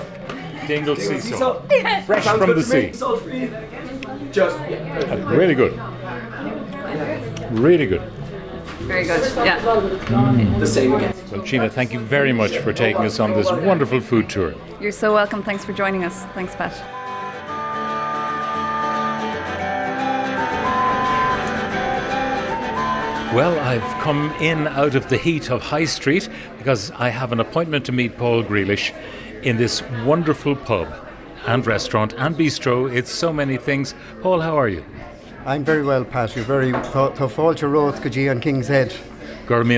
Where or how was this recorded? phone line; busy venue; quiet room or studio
busy venue